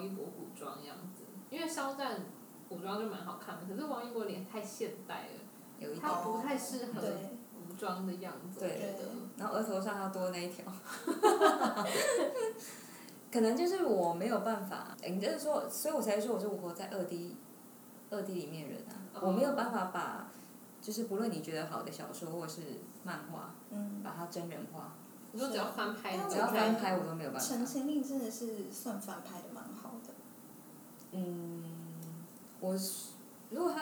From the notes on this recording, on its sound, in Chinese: 雖然是在獨立的室內空間錄音，但是還是收到很多環境音，還請大家見諒